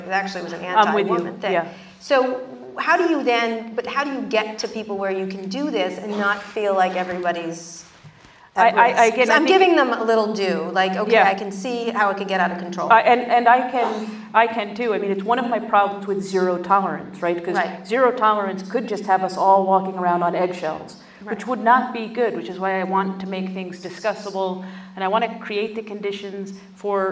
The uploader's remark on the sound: Live onstage